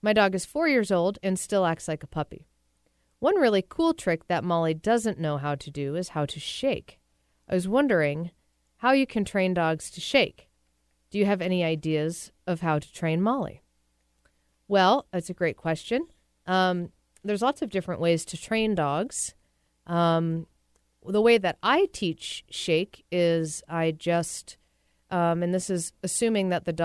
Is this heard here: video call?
no